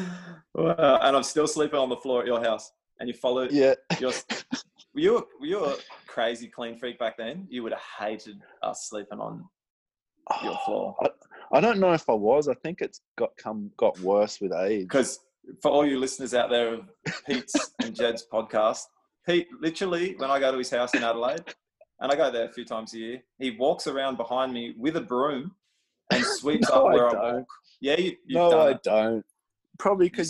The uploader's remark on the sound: got on zoom together